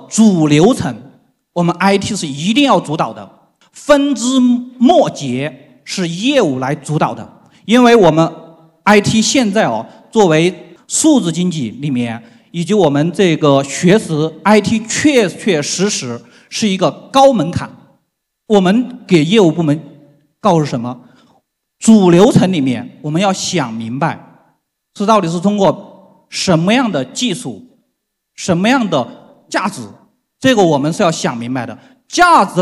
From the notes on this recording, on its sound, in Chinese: 在 2023 未来 CIO 数字峰会 上